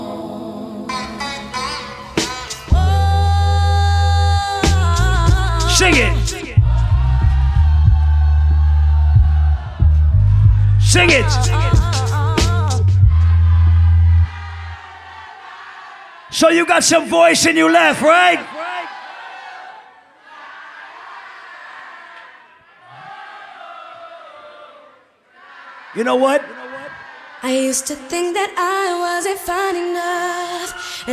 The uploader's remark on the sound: Audio recording of my live set at Island Saturdays on Sept 9th.